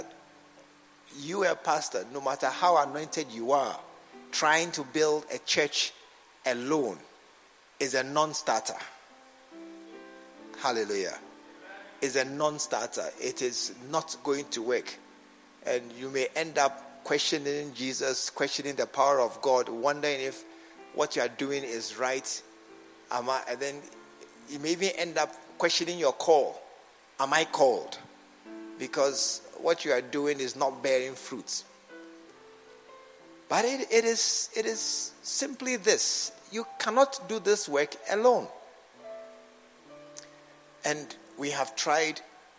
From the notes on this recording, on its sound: A message preached at the SAT service. At the True Vine Cathedral, Bantama.